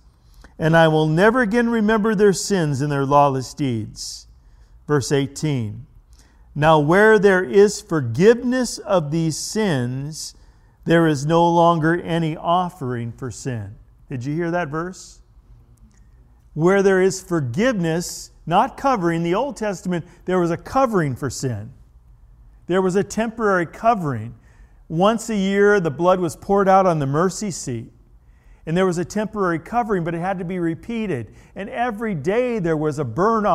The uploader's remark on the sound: The original message was delivered at The Warehouse Church in Astatula, Florida on December 2, 2019.